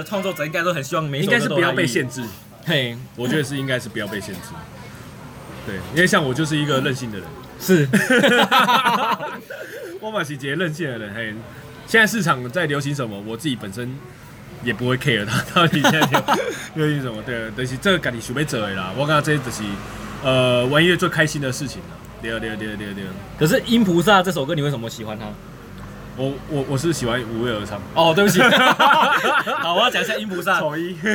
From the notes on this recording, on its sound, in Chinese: 錄音地點：牽咖啡 Chen Coffee